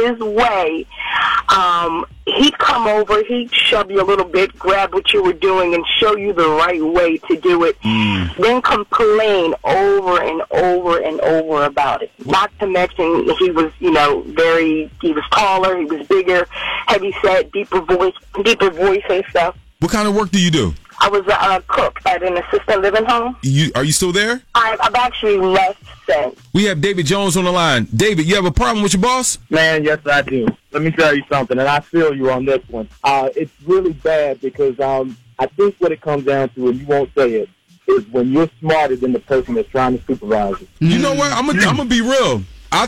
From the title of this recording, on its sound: Takes Calls From The Listeners